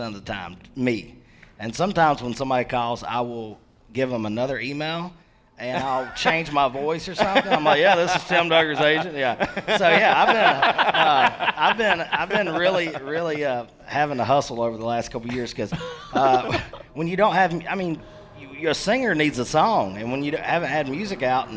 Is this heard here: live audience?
yes